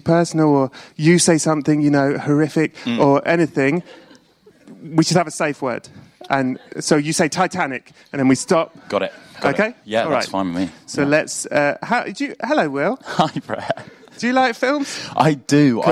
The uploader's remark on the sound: This week is a live special recorded at the BFI! The excellent day-long podcast festival ‘Podstock’ at the BFI, with a stellar line up of live shows and goodness from start to end. This is basically the entire show, with a few small edits for audio (as, obviously, you can’t see the stage on this podcast - so some things wouldn’t have made a lot of sense without the visuals!).